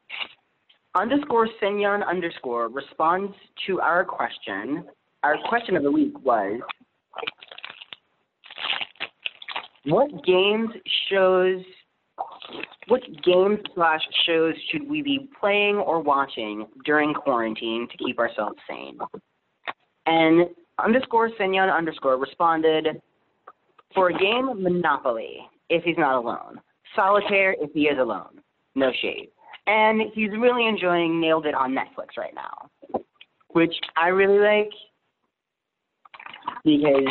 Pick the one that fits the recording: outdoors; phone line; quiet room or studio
phone line